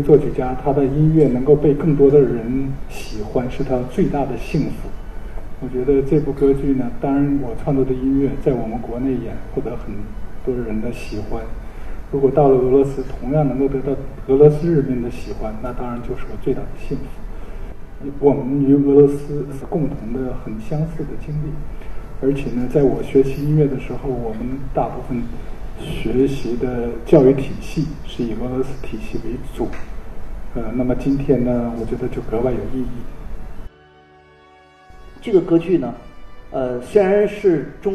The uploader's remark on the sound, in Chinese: 来到国家大剧院赴俄交流演出的新闻发布会现场。